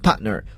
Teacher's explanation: t 放在词中失去爆破，空出其发音位置